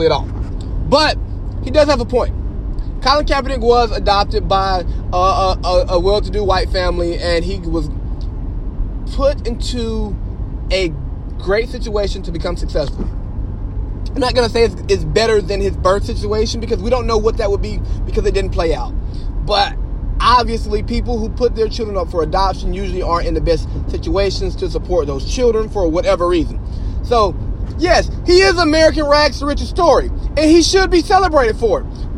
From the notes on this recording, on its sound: I record this episode from my truck on my way SoCal to support Spark the Pop Up!